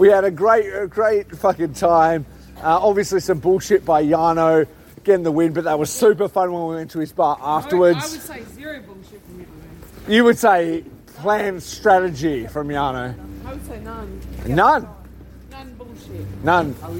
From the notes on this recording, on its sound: Sakura Genesis Live Reactions! Reporting live on his way home from Ryugoku Sumo Hall, (by way of a bar or two.) Hear the immediate reactions from people who watched SANADA’s crowning live, (Then had a rager in Akihabara.)